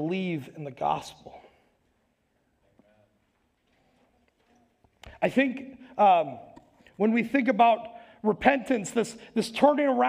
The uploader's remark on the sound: Recorded live at Word of Life Church in Le Sueur, Minnesota on February 20th, 2022